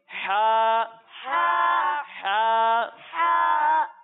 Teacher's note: जब हम हा को पढ़ेंगे तो इसे हलक के दरमियाने हिस्से से पढ़ेंगे